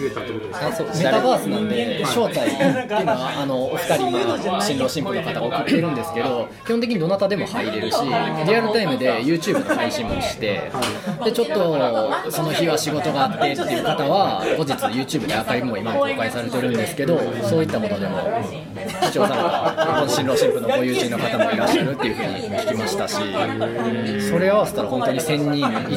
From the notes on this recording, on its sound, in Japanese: 店内の音声が入っておりお聴き苦しくなっています。申し訳ありません。